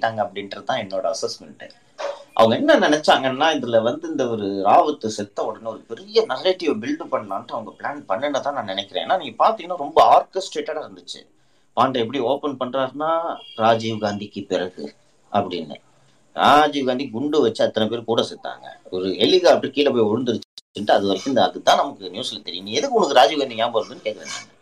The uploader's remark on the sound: Recording of Twitter Spaces Session